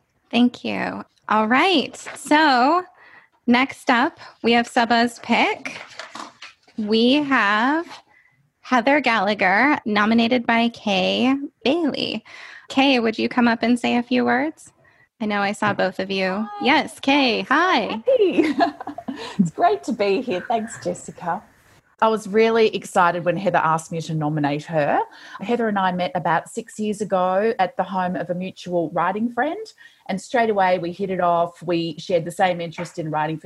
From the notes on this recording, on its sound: This was our very first Zoom event, our first live podcast recording with guests in the room with us. We were thrilled to welcome more than 100 of you.